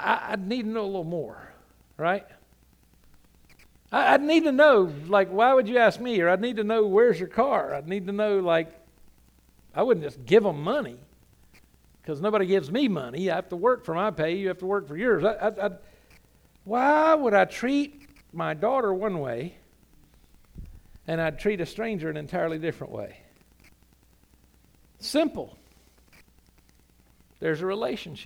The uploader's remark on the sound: Sunday Morning – 11am Service